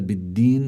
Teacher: أما الدال هي فيها جهر